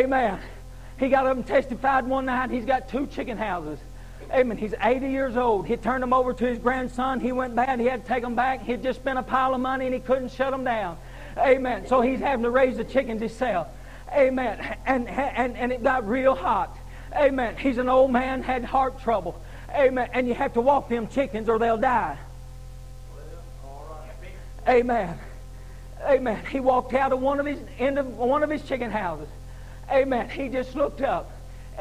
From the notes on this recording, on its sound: Preaching at Harvest Time Holiness Church in Abington, VA. Was broadcast on Echoes of Holiness Radio in 2021.